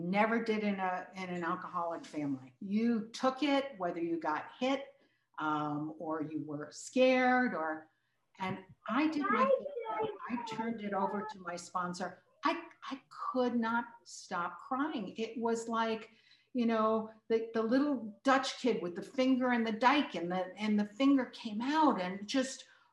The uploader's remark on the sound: Recorded at the 100+++ Pounder Special Focus Meeting